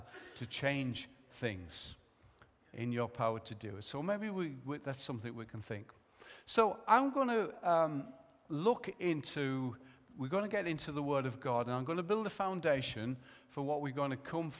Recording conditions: large echoing room